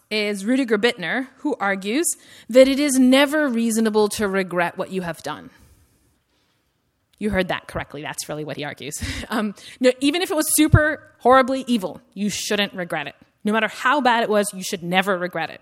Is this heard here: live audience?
yes